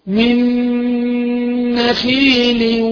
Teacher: نون ساكنة في النون إدغام بغنة، يبقى نقف عليها بمقدار حركتين